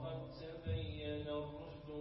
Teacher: الدال قد مع التاء يخرجان من مخرج واحد